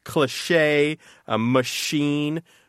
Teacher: There's some words in French that retain that sh sound instead of taking a more normal English ch sound